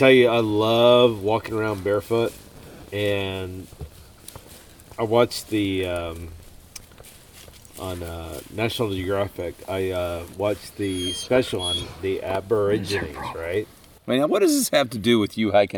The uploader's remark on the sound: I sit fireside. On the Benton MacKaye Trail in North Georgia.